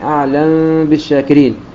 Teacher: أمثلة على ذلك كثيرة، مثل أعلم بالشاكرين أو أعلم بالشاكرين، فيقرأها السوسي أعلم بالشاكرين بالإخفاء مع الغنة قدر حركتين · Term: إخفاء شفوي